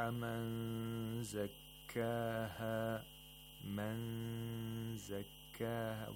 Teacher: We have إخفاء of نون ساكنة. We approximate the place of articulation of the next letter, which is زاي، and at the same time we make a nasal sound